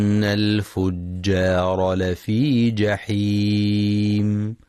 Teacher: وينتبه لترقيق الجيم والألف في كلمة الفجار